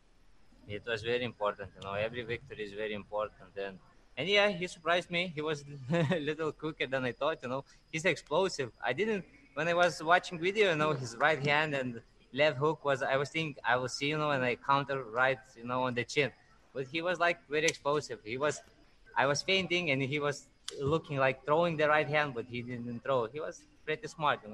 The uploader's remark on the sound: Post fight media conference.